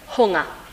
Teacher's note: que é como unha, pero con H aspirado ao principio. Hunga.